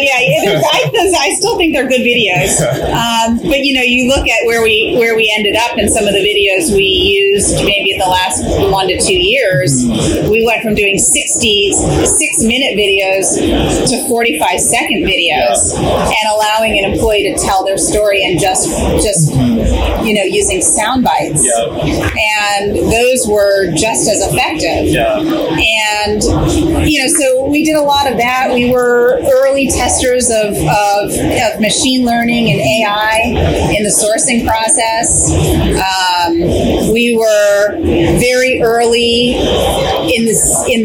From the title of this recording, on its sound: LIVE AT NAA